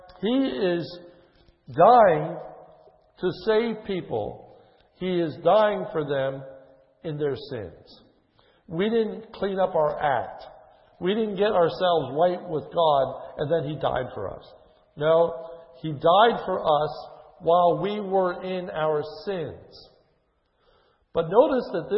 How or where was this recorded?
large echoing room